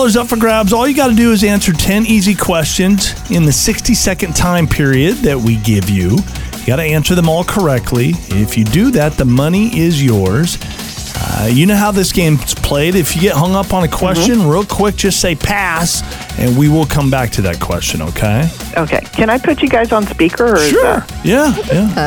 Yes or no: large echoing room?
no